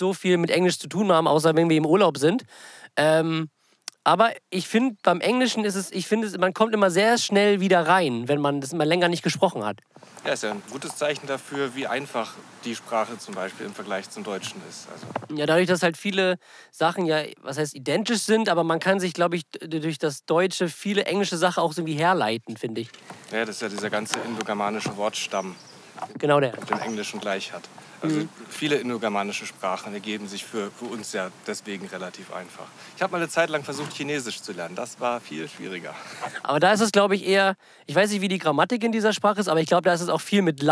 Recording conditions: inside a vehicle